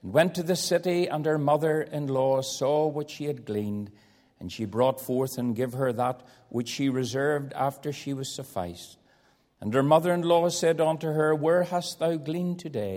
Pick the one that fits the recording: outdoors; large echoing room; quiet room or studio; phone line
large echoing room